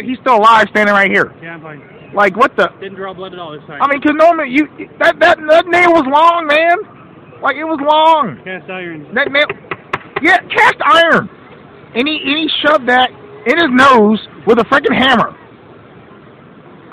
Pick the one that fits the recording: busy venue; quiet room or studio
busy venue